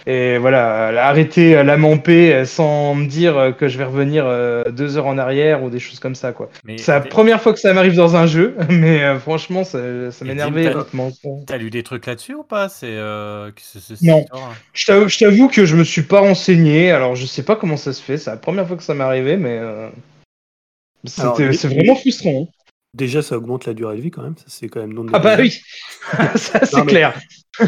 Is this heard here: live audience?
no